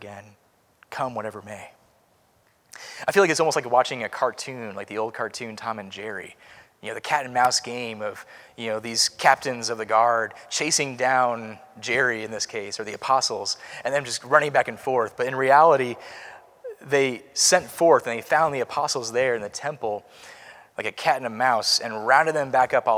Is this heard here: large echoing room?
yes